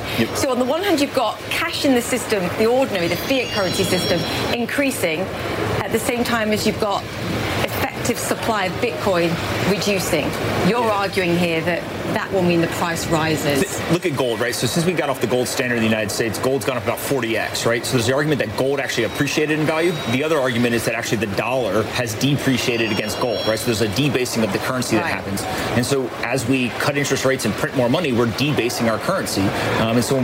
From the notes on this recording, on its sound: is live from the New York Stock Exchange